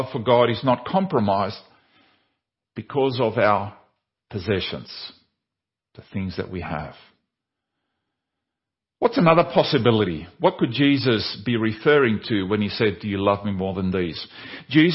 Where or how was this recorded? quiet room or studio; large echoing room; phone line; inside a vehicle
large echoing room